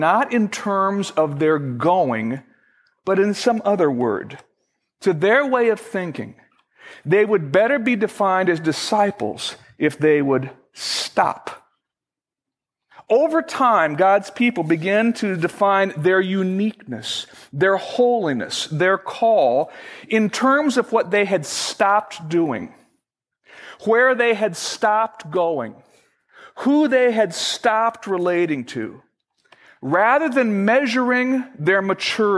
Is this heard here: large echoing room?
yes